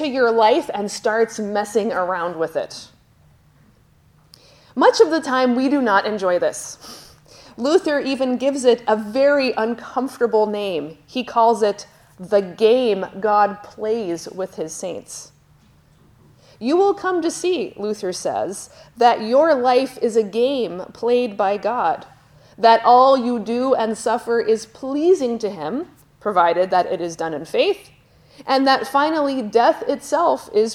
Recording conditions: large echoing room